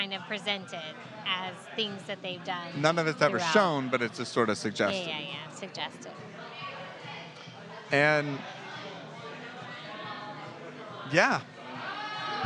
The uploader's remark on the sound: We recorded this episode on a Friday evening in July of 2021 in a rather packed brewery. The brewery of choice for this recording was Magnanimous Brewing located just outside of downtown Tampa, Florida.